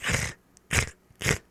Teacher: it's like the letter K, but farther back in your mouth · Term: kha